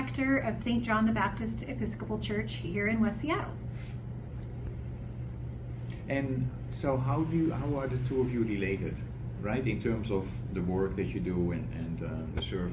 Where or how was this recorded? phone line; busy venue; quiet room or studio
busy venue